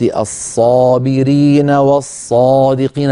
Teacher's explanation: فأتيت بصوت الصادات والصاد في الصابرين والصادقين مع الألف التي بعدها بتفخيم ممتاز